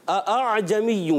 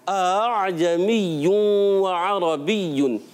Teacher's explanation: دوسرا حمزہ نرم کر کے پڑھنا ہوتا ہے · Shown in: second take · اور وہ پورے قرآن پاک میں ایک جگہ ہے تسہیل کرنا.